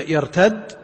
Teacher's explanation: إذا كان قبله ساكن فمعناه يجتمع عندنا ساكنان، المتقدم الساكن الذي قيل لابد من وجوده، والساكن أول المثلين، فإذا اجتمع عندنا ساكنان امتنع، وحينئذ نلجأ إلى الفك، لأننا إذا فككنا صار الأول متحرك بدل ما يرتد يرتديد. الدال المشددة في يرتد عبارة عن حرفين، الأول ساكن والثاني متحرك، لكن إذا فككت الإدغام تحرك الساكن.